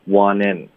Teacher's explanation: want 的 t 我们会彻底的省略，记得，因为有一个 n 连到 t 连到元音的技巧，彻底的省 t wantin。那这个词组呢，我们的重音会放在介词上，嗯，wantin。所以是 you don't wantin，然后再连读到 on， want inon， want